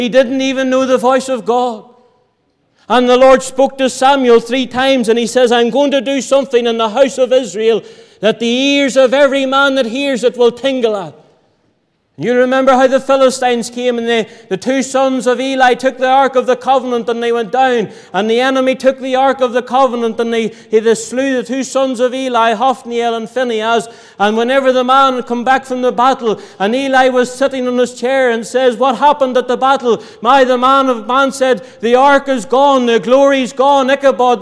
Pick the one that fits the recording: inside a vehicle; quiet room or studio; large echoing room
large echoing room